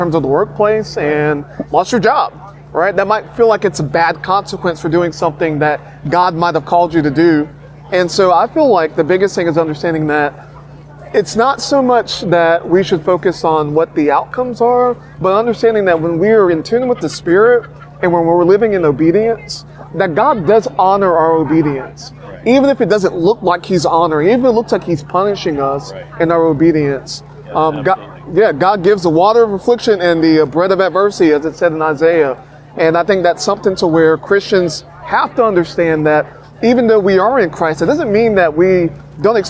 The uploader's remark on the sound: While at the Homesteaders of America conference earlier this month.